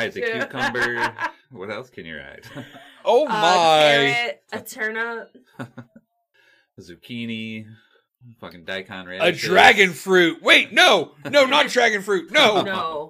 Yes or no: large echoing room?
no